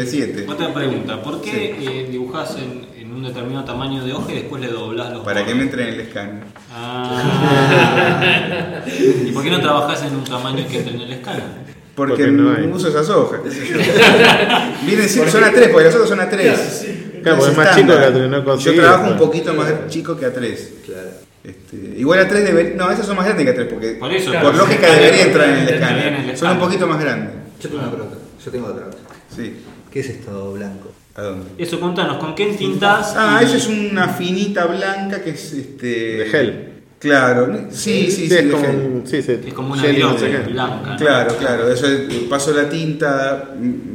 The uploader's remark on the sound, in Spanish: En nuestra Gcomics Meetup #4 que realizamos en el mes de Mayo. Con una rica merienda rodeados de sus obras.